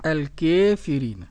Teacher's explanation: وقرأ أبو عمرو ودور الكسائي ورويس بالإمالة · Term: الإمالة الكبرى